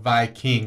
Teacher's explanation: with a stress on the king